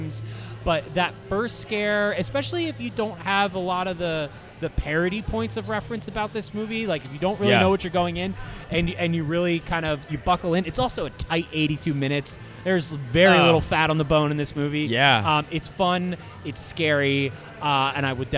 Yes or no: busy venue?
yes